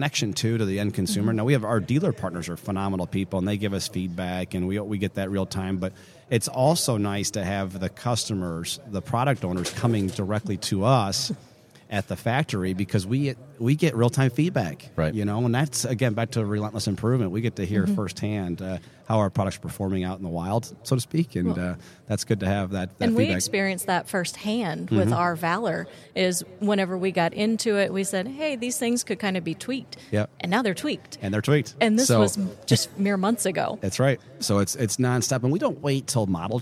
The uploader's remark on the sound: Live from the 2024 Flordia RV SuperShow.